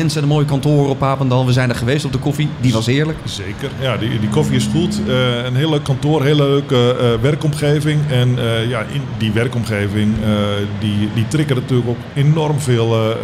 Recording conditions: busy venue